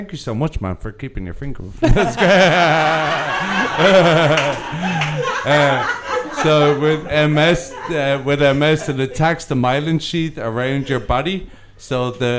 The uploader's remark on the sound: This episode is a live recording from The Black Sheep pub in Dublin. Twice a month we bring together listeners of the podcast to hear some comedy, some music and a bit of a chat from us.